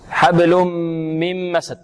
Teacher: نعم غنتان. الأولى حبل إدغام في الميم في الميم والثاني إدغام النون في الميم. تنوين في ميم ثم نون في ميم. والدال هنا مقلقلة